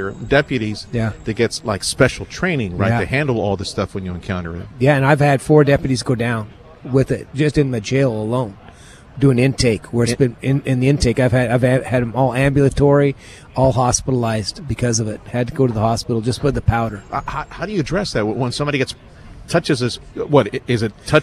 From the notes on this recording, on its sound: The … Show from the Federation for American Immigration Reform Conference. Interviews from the Federation for American Immigration Reform Conference.